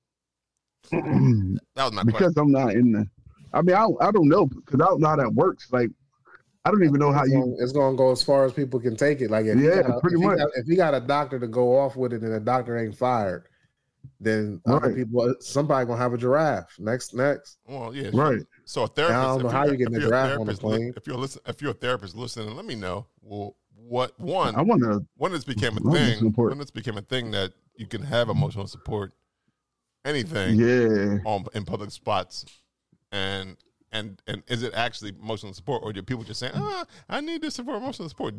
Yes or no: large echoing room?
no